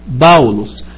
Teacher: في النطق الحديث بتتنطق بينفما وقلنا كلمة بولس مثلا باولوس في بالنطق القديم بتتنطق باولوس بي ألفا يبسلون لامدا أوميكرون سيجما لأن الألفا يبسلون مع بعض ده صوت مزدوج فيتنطق آو باولوس. في النطق الحديث بيتنطق بافلوس عادي خالص.